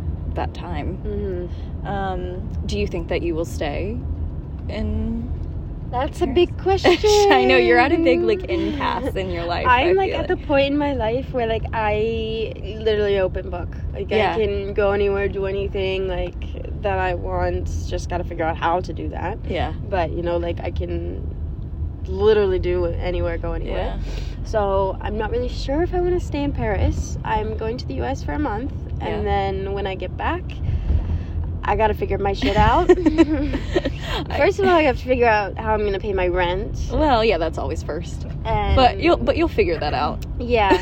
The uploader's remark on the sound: jumps on the podcast live from the back of a taxi in Paris